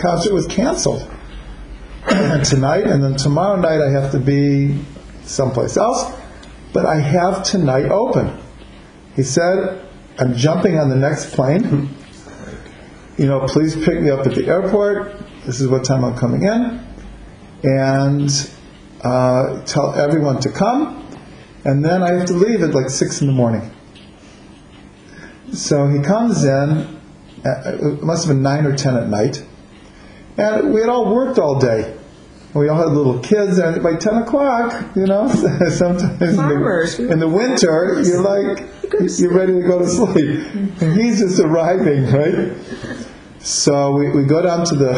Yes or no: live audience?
yes